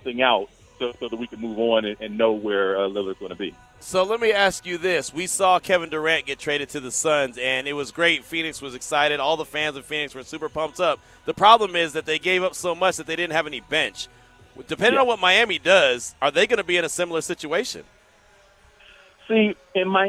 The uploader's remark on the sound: LIVE FROM NBA SUMMER LEAGUE